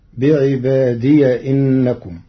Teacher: فقرأ ورش بفتح ياء الإضافة وصلا فتصير بعبادي إنكم.